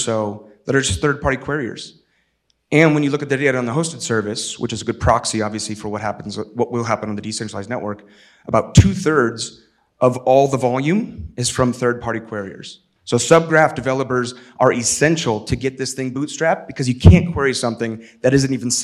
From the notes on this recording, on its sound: In this engaging keynote from Disco Summit 2023.